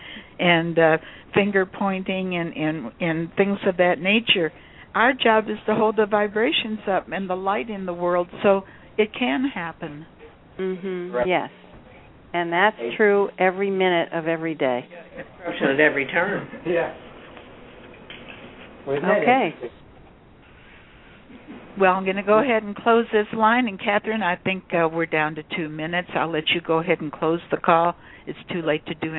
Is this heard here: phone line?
yes